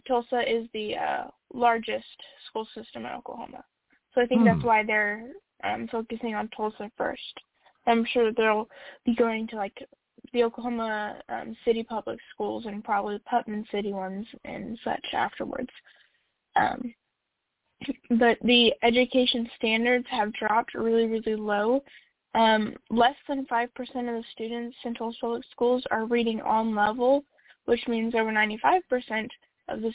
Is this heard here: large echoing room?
no